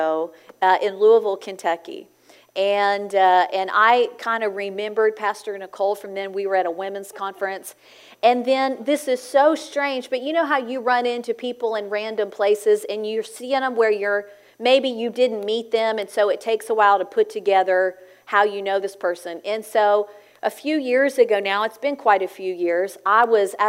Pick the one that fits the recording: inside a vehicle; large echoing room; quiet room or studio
large echoing room